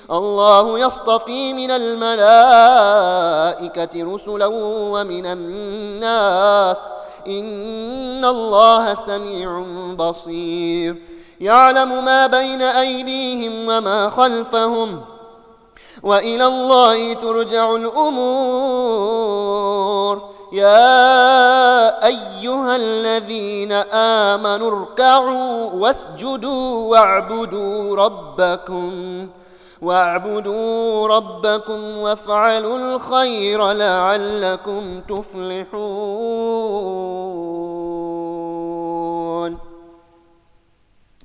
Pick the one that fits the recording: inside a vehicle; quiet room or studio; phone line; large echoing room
large echoing room